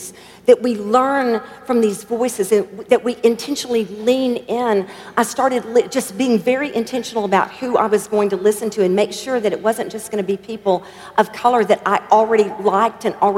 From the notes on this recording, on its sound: At our MLK50 conference.